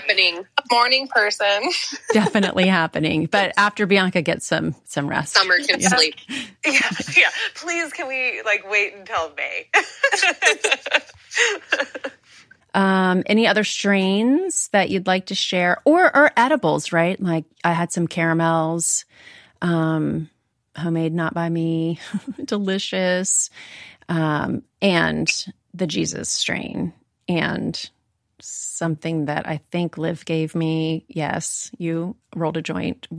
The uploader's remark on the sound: Recorded LIVE on April 23, 2021 on Clubhouse.